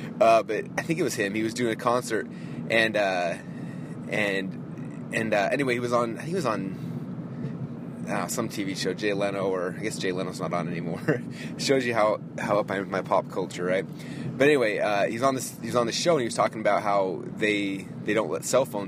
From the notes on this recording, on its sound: I’m here in the car today